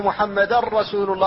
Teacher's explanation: فالتنوين هنا هو هذه النون الساكنة أبدلت راء فادغمت الراء في الراء فقيل محمدا رسول الله، فلم يبقى للنون أثر، لم يبقى شيء منها ولا من صفتها التي هي الغنة، أن محمدا رسول الله. · Term: إدغام خالص